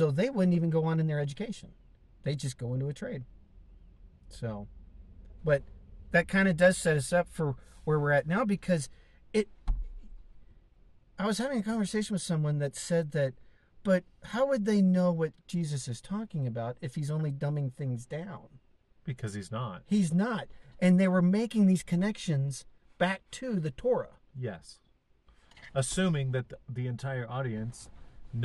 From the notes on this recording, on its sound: car in Southern Idaho's Mountains